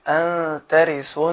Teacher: أن هنا النون ساكنة جاء بعدها التاء فيتم الإخفاء